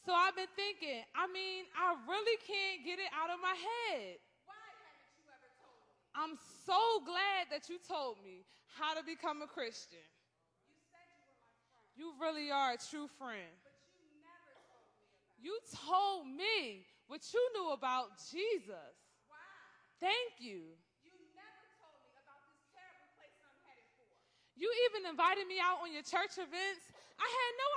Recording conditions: large echoing room